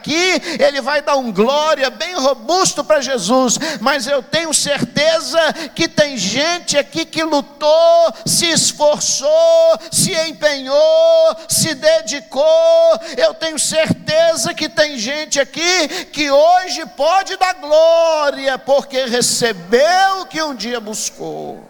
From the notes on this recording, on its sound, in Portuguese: Transmissão ao vivo do Escola Bíblica Dominical, realizado na Igreja Batista Moriá.